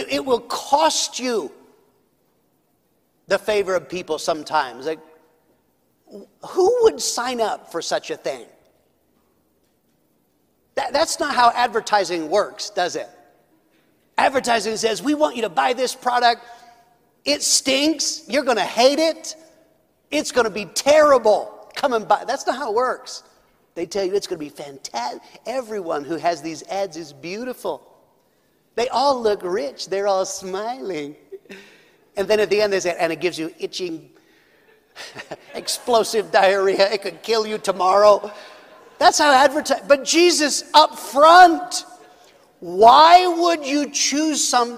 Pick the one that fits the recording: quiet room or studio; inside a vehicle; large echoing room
large echoing room